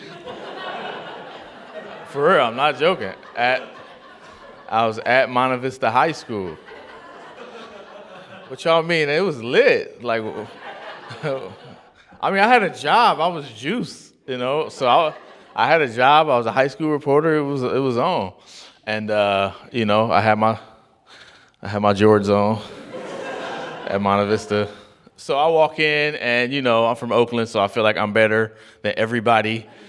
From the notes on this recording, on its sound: LIVE LAW San Francisco: Initial Public Offering took place on Friday night, February 23rd at The Polish Club in San Francisco's Mission District. We recorded the night so we could share it with you.